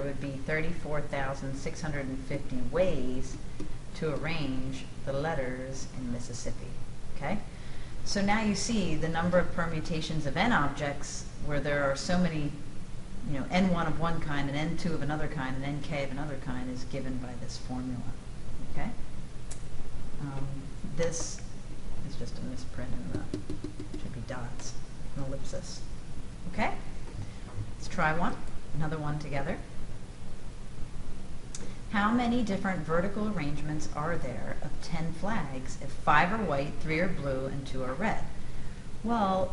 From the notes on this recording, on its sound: This is a recording in front of a live classroom.